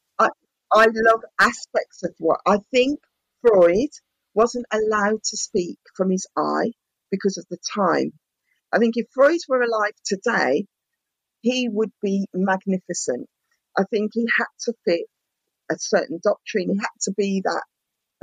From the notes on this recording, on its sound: I didn’t think it would make it because the recording quality was so bad (I’ve learnt my lesson) even the professional that I reached out to couldn’t help me but I think I’ve done a good job of cleaning it up over the last couple of days.